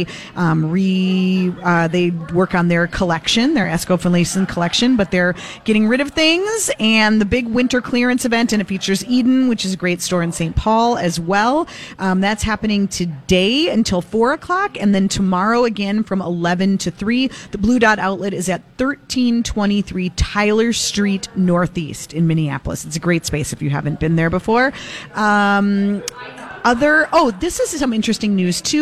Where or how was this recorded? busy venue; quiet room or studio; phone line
busy venue